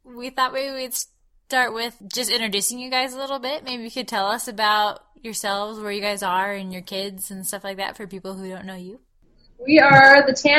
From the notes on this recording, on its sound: The audio quality isn’t perfect